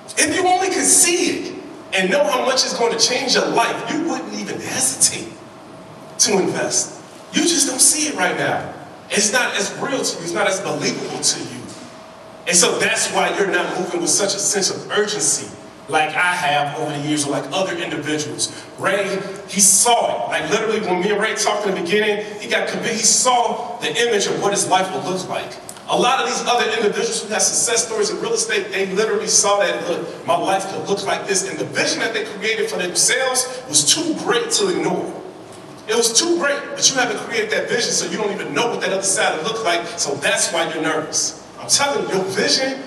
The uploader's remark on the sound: In this live episode during the Make Real Estate Real Family Reunion. In this live episode during the Make Real Estate Real Family Reunion.